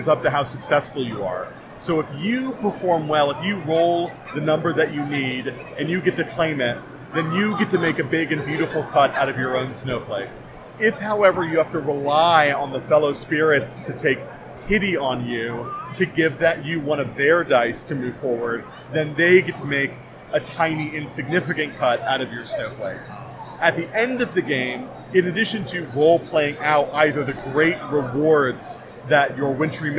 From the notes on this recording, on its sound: Dispatches from PAX Unplugged. On-the-spot quick interviews. Please forgive the sound quality; the interviews were conducted using a tiny microphone in a crowded and busy expo hall, and voices don't always travel well through N95 masks.